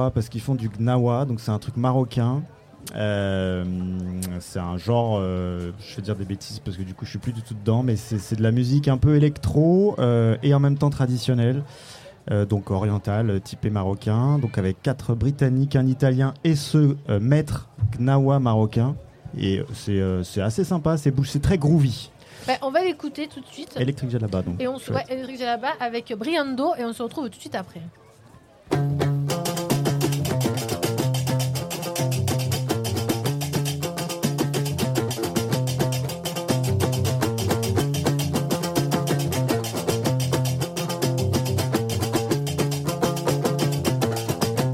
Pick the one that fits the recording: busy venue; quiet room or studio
busy venue